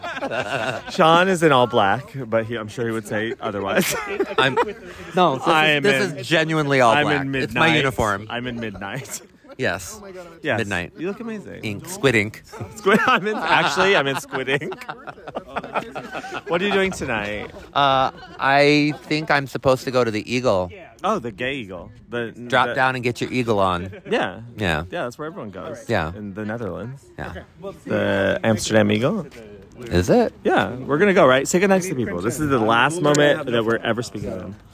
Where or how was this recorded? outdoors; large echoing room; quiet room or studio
outdoors